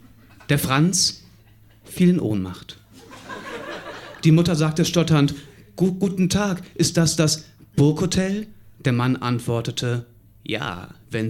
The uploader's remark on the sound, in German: Auswahl der Beiträge von der „texte von gestern“-Liveshow am 03.02.2019 im Monarch, Berlin. Heißen Dank an den Monarch, unser tolles Publikum.